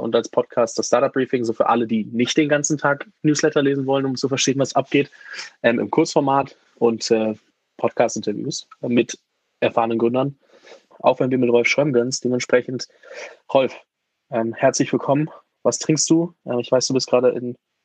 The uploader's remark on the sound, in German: im Gespräch auf Clubhouse